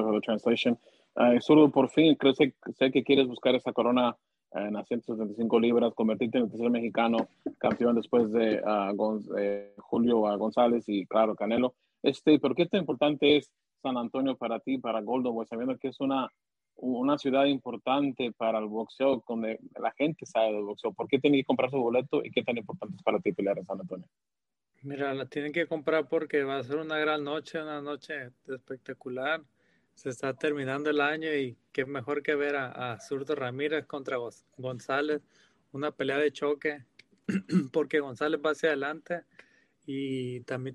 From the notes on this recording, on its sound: MEDIA CONFERENCE CALL.